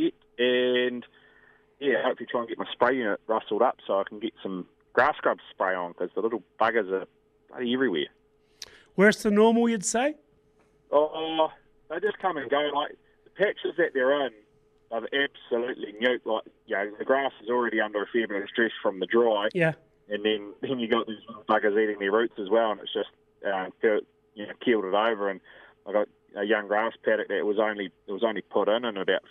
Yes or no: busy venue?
no